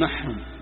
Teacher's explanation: ومعهم الكتاب يعني معهم بعض العرب، حكى هذا سيبويه في الكتاب، أن بعض العرب يقول محهم، دل معهم عندنا في اللهجة في نجد يقول محهم يدغم